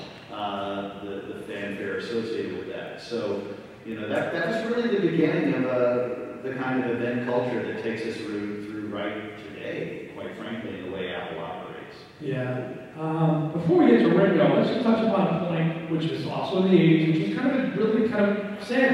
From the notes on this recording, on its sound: Recorded at the 2023 Chicago Fest. Apologies on the audio quality on this one.